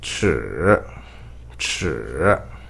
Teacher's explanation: You start low in at first, then dip in the bottom and rise to the top at last. · Term: The third tone